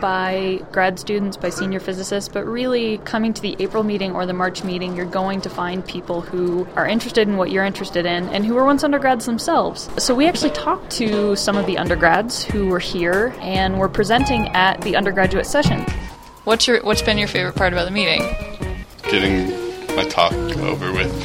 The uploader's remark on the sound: Poke around an APS Meeting in Denver, CO and talk with some students about their experiences at the conference.